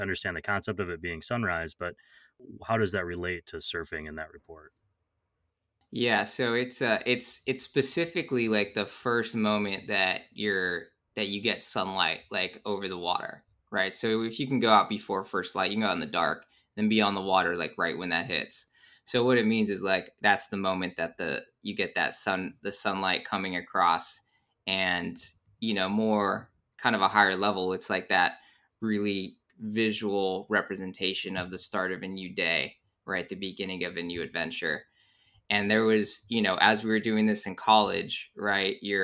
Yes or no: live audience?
no